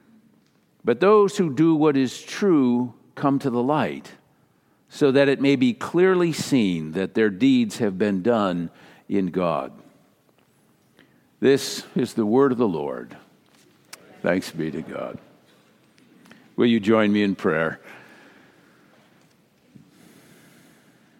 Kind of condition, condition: setting, large echoing room